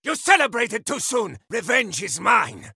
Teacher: he doesn't support his voice a lot, so there's actually texture and a little bit of air, but it's on the top.